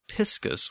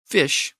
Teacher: the shift from the Latin piscis with the P sound to English fish with the F sound · Term: shift to an F sound